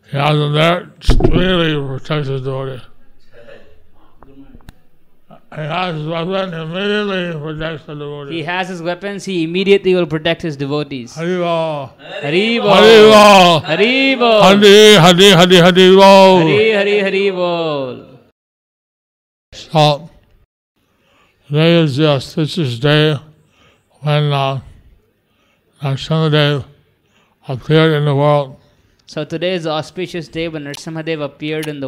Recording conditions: large echoing room